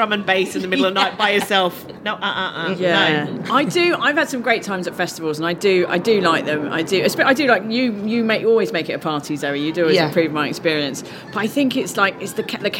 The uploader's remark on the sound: in the gardens of the Horniman Museum for a special outdoor recording